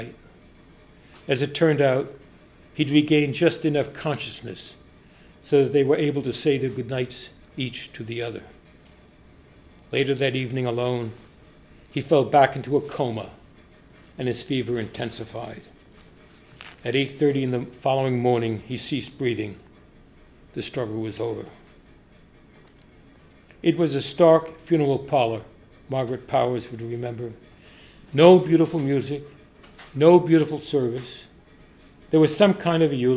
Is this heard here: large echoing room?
yes